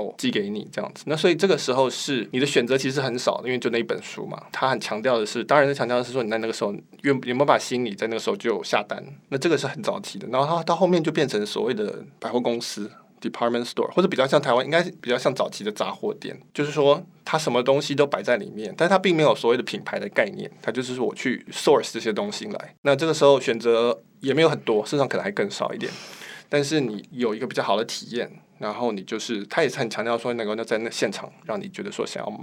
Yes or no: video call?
no